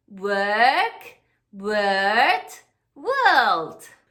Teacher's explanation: yo os hablo desde la British perspective, que es con la R muda y el sonido más largo · Term: épsilon invertida · IPA: ɜː